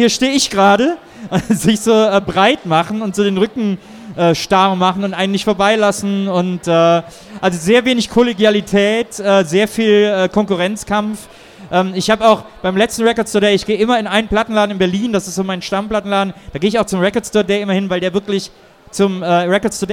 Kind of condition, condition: setting, busy venue